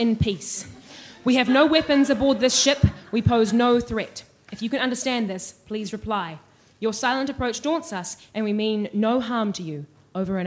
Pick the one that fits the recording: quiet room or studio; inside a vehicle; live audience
live audience